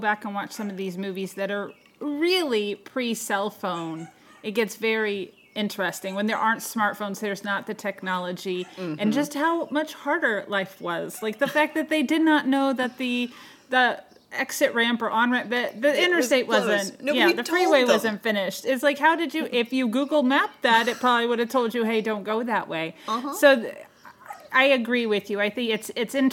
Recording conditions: sounds in the background